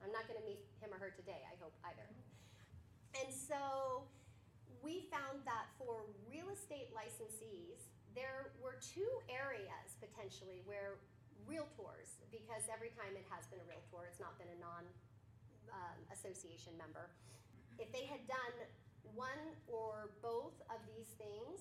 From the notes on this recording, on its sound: This conversation was held at the West Valley office of WeSERV in Peoria with a group of REALTOR® members as part of the WeSERV West Valley Fall Conference 2023